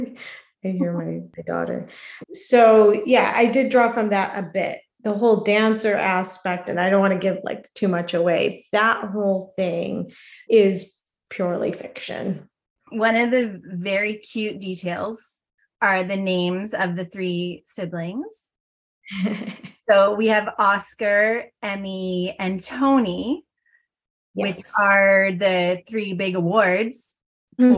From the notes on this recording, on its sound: Recorded over Zoom during the live virtual launch event. The sound is a bit choppy.